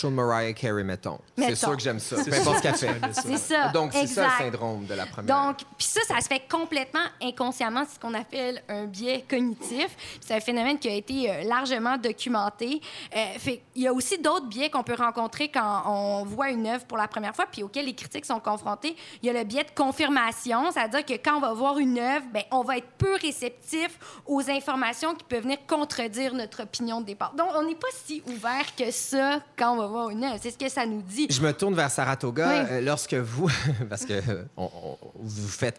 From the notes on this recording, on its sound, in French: Enregistrée à toutes les deux semaines, devant public Chez l’Éditeur - café littéraire.